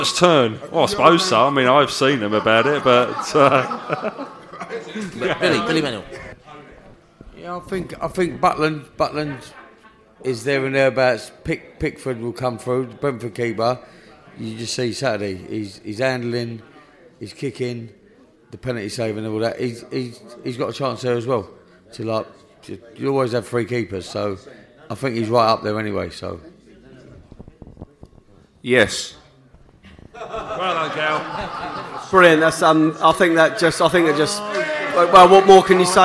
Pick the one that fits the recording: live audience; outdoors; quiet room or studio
live audience